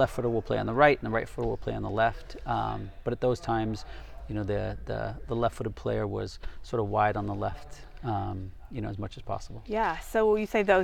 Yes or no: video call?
no